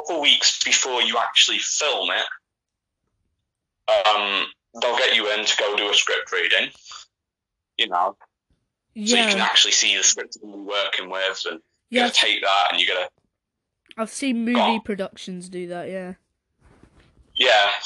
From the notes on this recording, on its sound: Audio was bad.